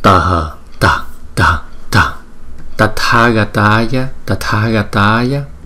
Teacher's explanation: Chữ T với chữ H này thường thường chúng ta đọc là thờ nhưng mà nó là tờ